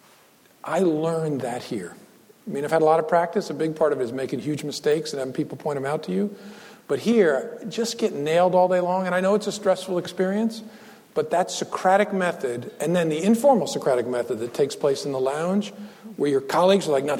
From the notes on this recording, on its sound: Recorded on October 23, 2015, at the University of Chicago Law School.